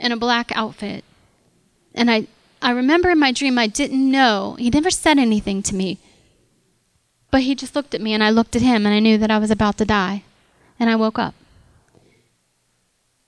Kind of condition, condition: setting, large echoing room